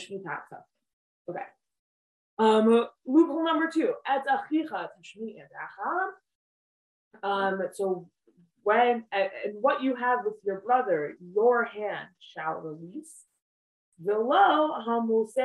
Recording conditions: video call